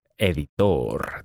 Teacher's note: The stress is on the last syllable.